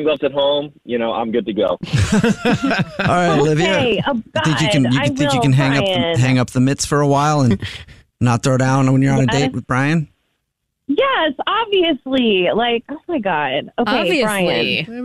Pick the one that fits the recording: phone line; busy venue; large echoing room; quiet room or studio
phone line